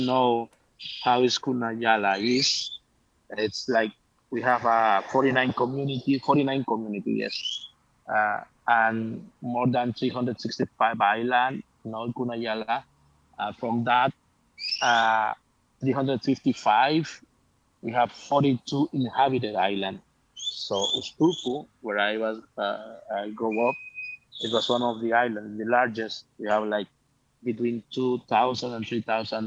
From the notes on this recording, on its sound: Clubhouse Live. Today's episode is a Clubhouse recording of a conversation.